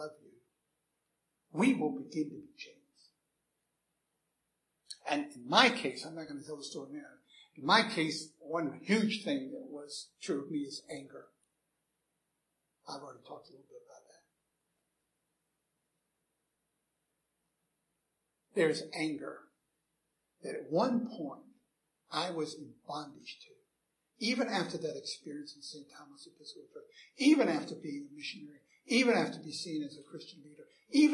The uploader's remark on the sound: Recorded 7/24/2011 at Christ Church Anglican